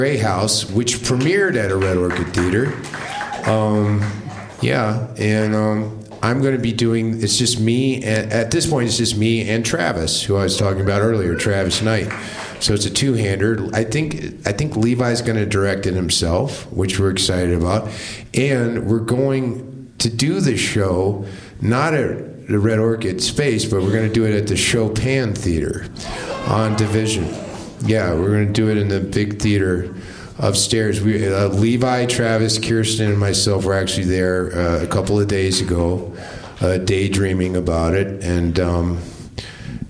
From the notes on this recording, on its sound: Live at Space. On-stage conversation at the club Space.